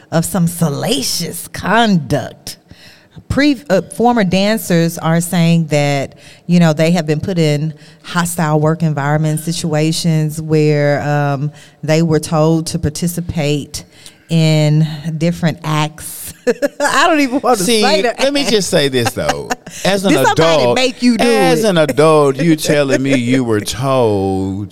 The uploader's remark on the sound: A live Verbally Effective podcast at the historic Cossitt Library in downtown Memphis.